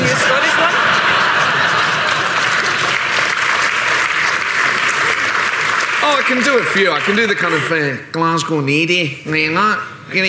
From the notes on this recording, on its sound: This interview was recorded at the 2019 Edinburgh Festival.